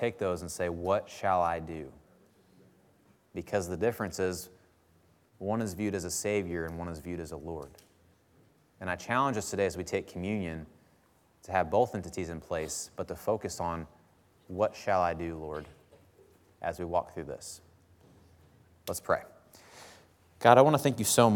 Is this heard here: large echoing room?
yes